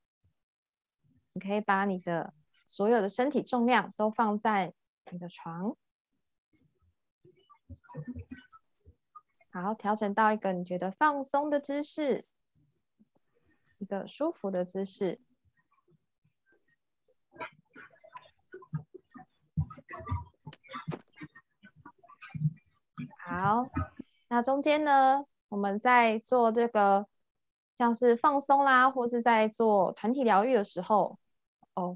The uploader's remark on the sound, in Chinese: 聊聊好心芹ZOOM線上公益講座。